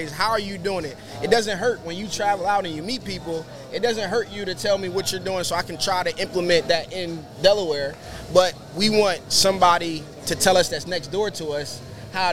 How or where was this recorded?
busy venue